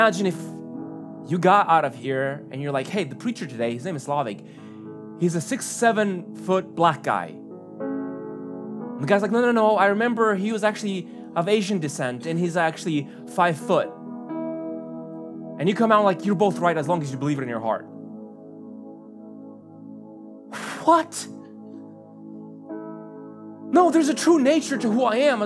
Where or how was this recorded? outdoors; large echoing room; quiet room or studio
large echoing room